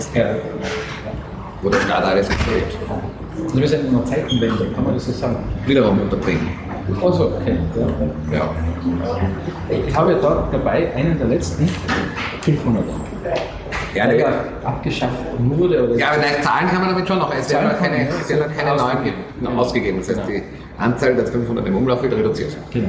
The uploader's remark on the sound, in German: Das Interview hat leider nicht die beste Tonqualität, die Aufnahme wurde in einem Stiegenhaus einer Uni gemacht